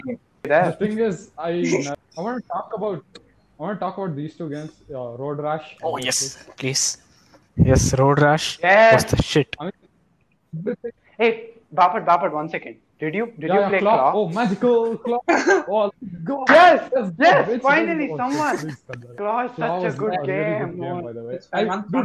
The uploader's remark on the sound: sorry for the audio lag